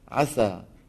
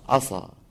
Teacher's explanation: قلنا فعل عسى إذا فخمت سينه شو بصير؟ عصى